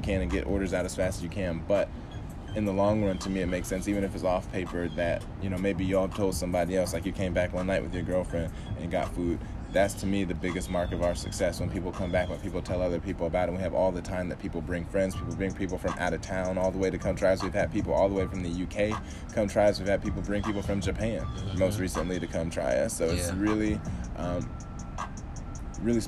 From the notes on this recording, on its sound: Oh yeah we outside and it's morning time so enjoy the sounds of nature, along with the vibes, and the gems..